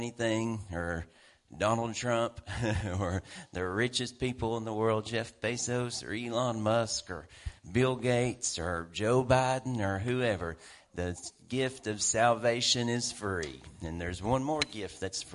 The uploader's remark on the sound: WELCOME TO OUR LIVE SERVICE. At Family Worship Center in Athens Tennessee. We own a CCLI license CSPL080184 to stream our music live over the internet.